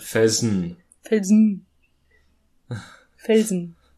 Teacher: nach der Lautschrift spricht man Felsen, spricht man das E quasi nicht aus, das zweite.